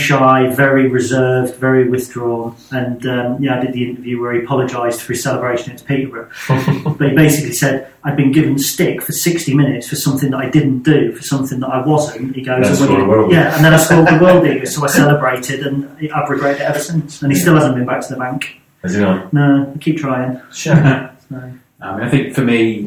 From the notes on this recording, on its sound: Apologies for the drop in audio quality - we had a bit of a problem with the recording setup, so this is actually from the backup recording we had on the day.